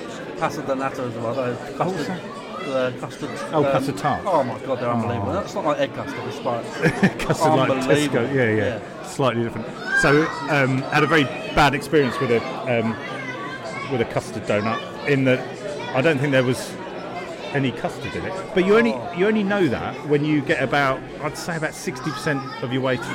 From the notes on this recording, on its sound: This episode was recorded in front of a live studio audience (sort of).